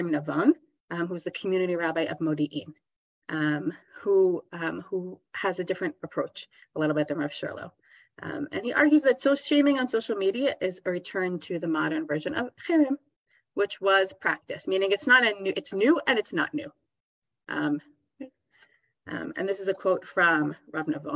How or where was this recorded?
video call